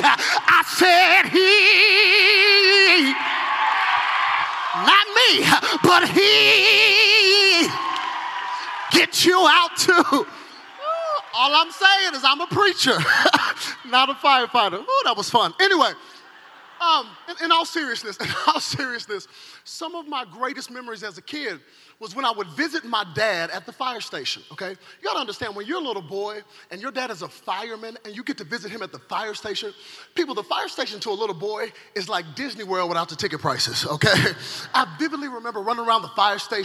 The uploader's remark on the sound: From the 2017 Zoe Conference